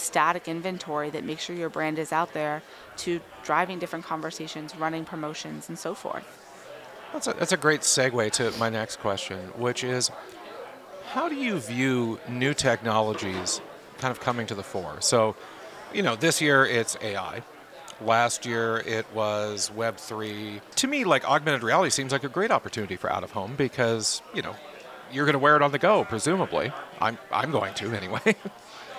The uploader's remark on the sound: Recorded live at Advertising Week New York 2023.